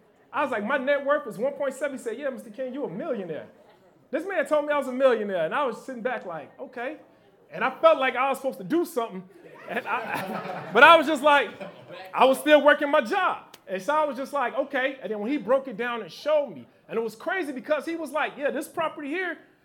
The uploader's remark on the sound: Live Podcast in Chicago.